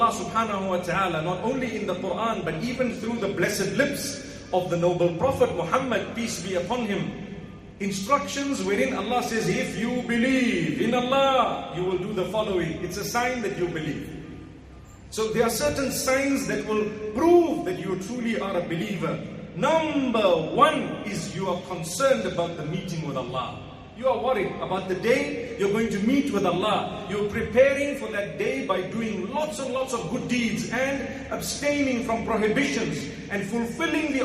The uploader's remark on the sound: Jumuah Lecture 1 Nov 2019 Masjid Al Falaah Harare, Zimbabwe